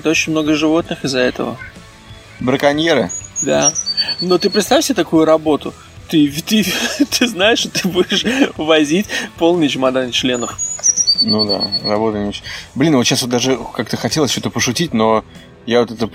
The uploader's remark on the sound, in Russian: Пикник в Ричмонд парке. Прямо в парке. Звук ужасный, на заднем плане смеются дети, бегают собаки, летят самолеты.